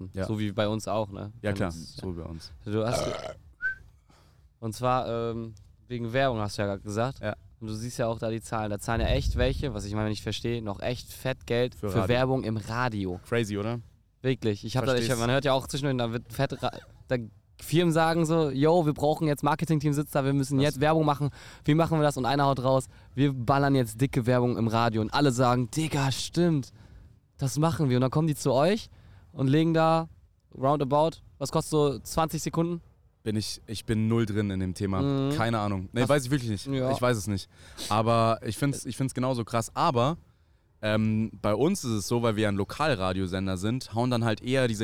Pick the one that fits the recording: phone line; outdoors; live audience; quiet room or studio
outdoors